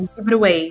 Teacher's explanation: Uhum, então a gente tem lá a junção do give com it, né? Give it, e o flat T que junta com away, então give it away.